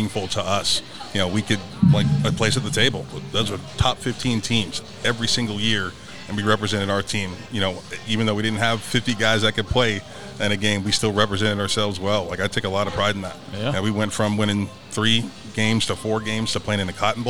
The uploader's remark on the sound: Live at Clark Crew BBQ